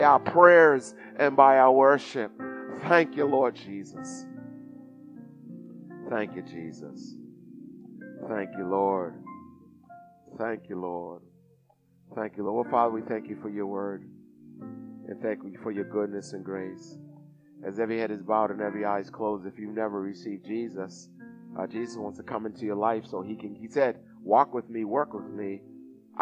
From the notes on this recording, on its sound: Recorded at the 08:30am service